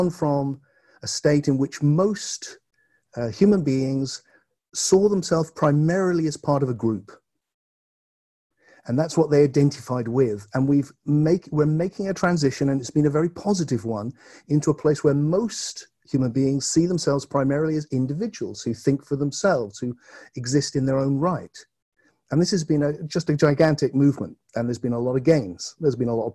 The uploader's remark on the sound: Presentation for an online conference held May 2020.